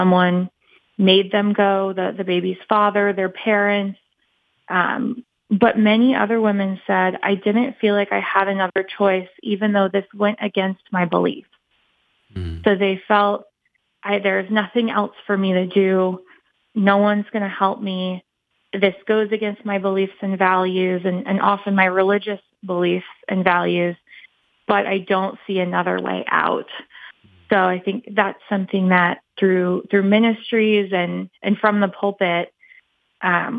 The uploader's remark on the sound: Today's Phone Guest